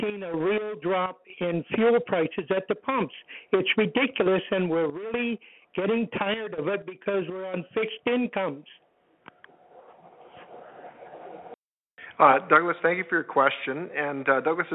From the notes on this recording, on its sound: interactive telephone town hall